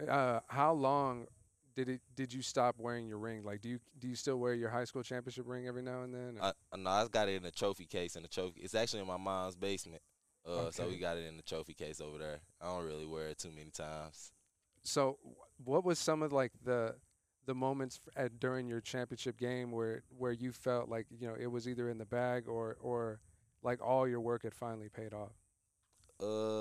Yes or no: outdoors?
yes